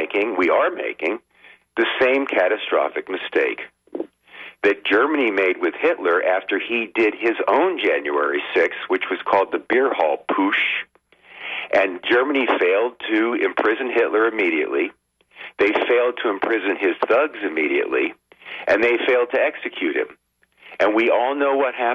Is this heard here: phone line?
yes